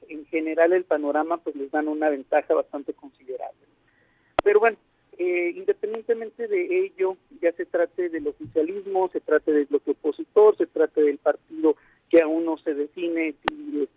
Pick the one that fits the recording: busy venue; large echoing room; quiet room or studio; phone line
phone line